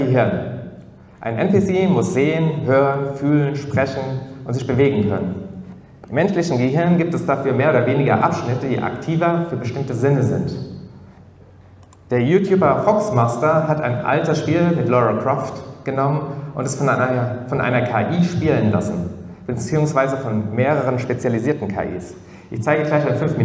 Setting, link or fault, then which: setting, live audience